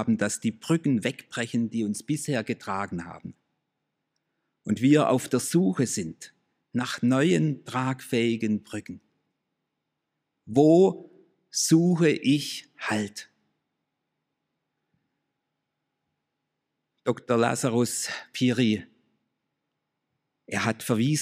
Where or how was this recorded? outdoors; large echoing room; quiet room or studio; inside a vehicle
large echoing room